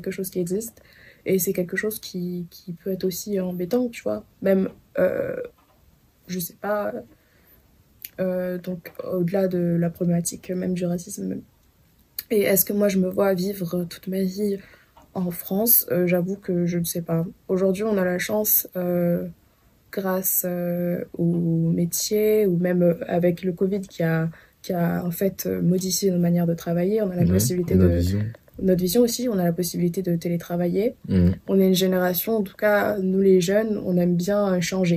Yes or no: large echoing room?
no